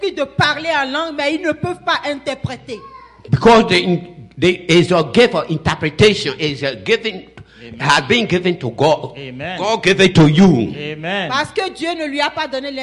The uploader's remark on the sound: Celebration of Praise and Worship Service